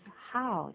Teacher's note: 英文的 h 就是普通的呼吸，轻轻的，不是喝的音